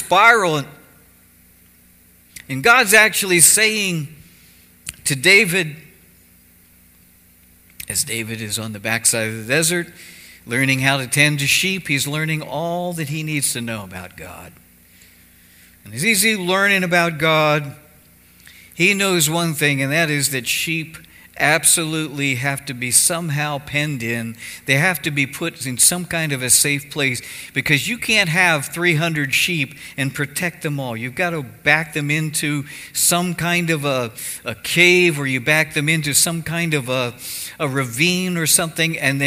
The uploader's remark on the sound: Cornerstone Fellowship Sunday morning service, streamed live from Wormleysburg, PA.